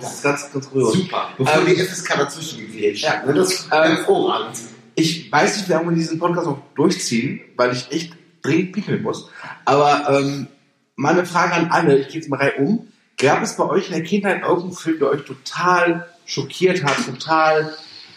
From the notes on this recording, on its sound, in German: Aufgenommen irgendwann am Samstagmorgen, zwischen Tischtennisplatte und Kickertisch. Leider hat das extra für den Cast mitgebrachte Mikro seinen Dienst verweigert, weswegen die Tonqualität sehr bescheiden ausfällt.